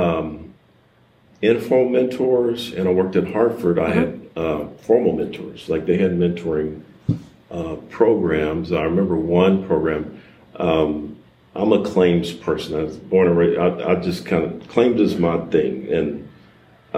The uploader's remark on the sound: set aside some time to chat with us during the Texas Workers' Compensation Conference in Austin.